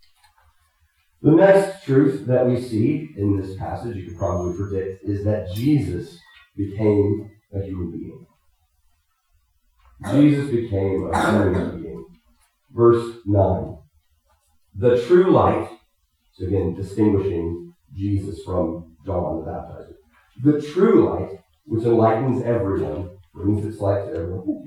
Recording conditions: poor sound quality